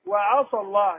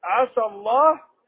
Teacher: فلولا الاستعلاء الذي في الصاد لكان سينا. اضف الى ذلك الاطباق، والاطباق اخص من الاستعلاء.